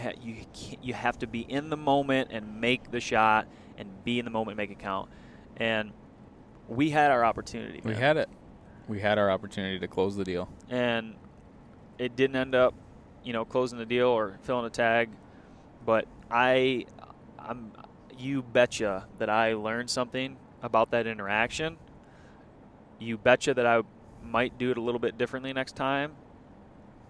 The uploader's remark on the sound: This is the podcast we recorded on the way back home after leaving Wyoming.